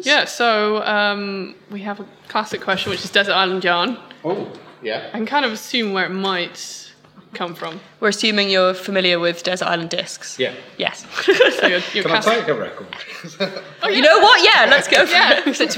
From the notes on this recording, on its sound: Live from Unravel 2017!